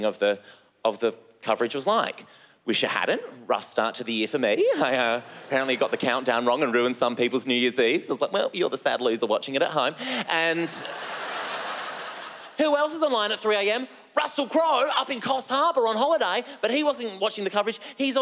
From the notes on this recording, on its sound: stand up from the Just For Laughs Festival in 2016